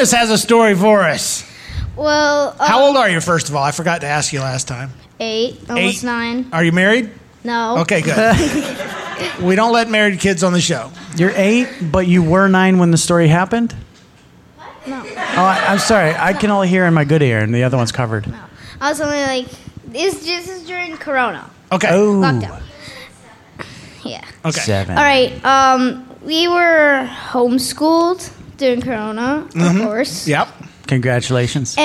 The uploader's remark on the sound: Recorded in front of a live audience at Narthex Con 2022.